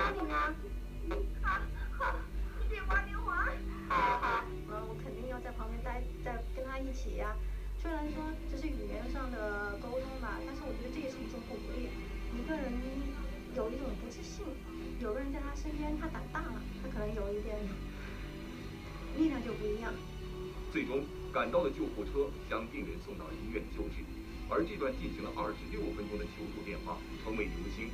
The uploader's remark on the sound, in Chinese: 来源：电视某台。杂音：JBL Go适时地播放了音乐，以及地铁的轰隆隆，以及人类插嘴，以及水龙头。